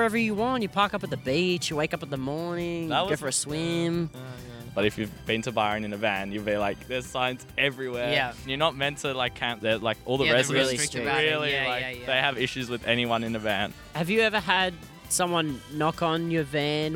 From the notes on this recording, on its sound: Carried their share house couch outside! With recording gear in hand, they headed to a nearby university to interview students about life on/off campus.